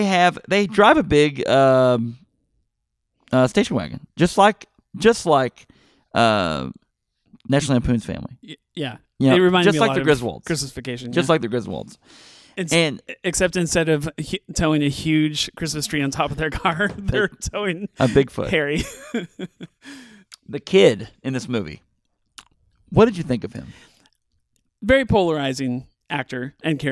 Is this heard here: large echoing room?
no